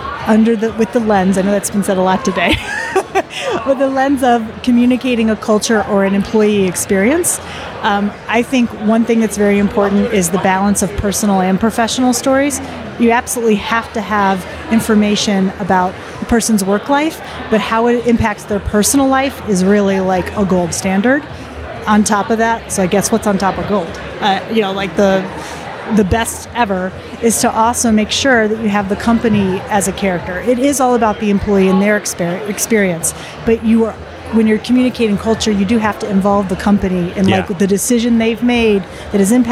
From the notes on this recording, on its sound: at the recent UNLEASH America conference